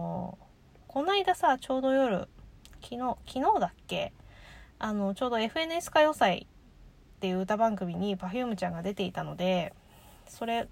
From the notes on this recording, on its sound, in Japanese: 帰宅前に、自家用車の中で収録する事を覚えました